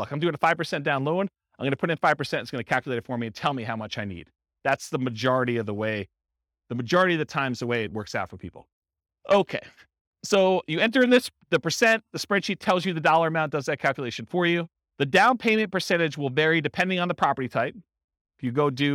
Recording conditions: live audience